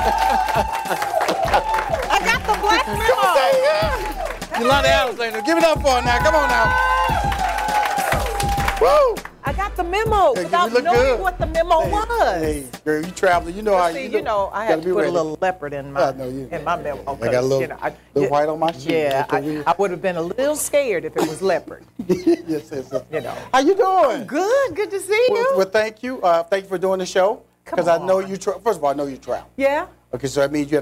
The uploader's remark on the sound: Taped in front of a live audience